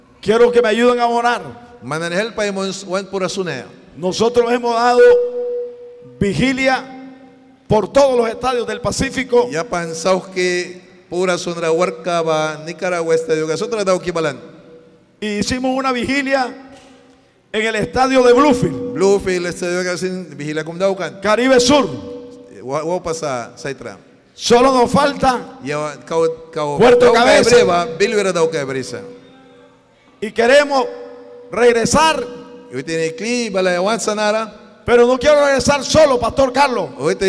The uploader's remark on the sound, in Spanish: En este episodio grabado en vivo desde la iglesia Torre Fuerte en Bilwi Puerto Cabezas.